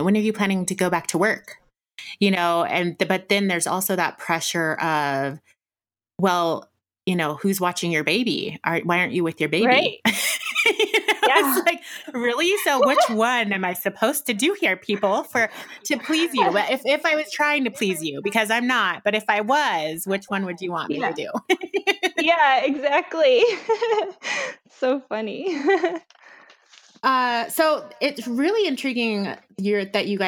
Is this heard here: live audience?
no